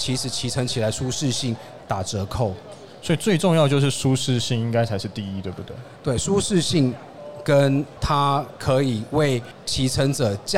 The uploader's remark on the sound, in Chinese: 2022 Taipei Cycle台北國際自行車展-Live Podcast